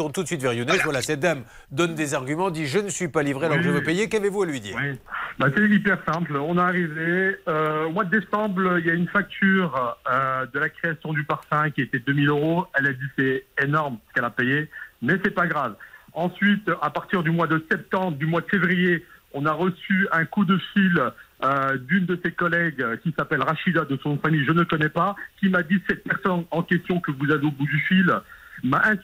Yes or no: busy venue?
no